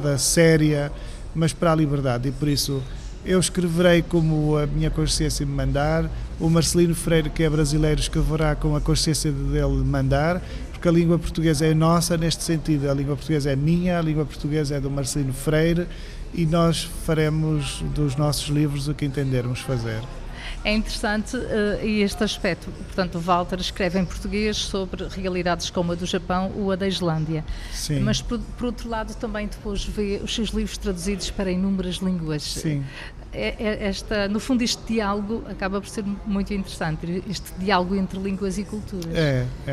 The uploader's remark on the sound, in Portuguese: Em direto do Festival Literário da Madeira.